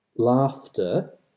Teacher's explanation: the syllable final ch becomes a f, it becomes a labiodental voiceless fricative instead